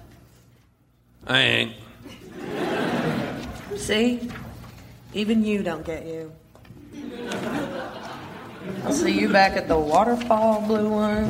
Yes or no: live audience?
yes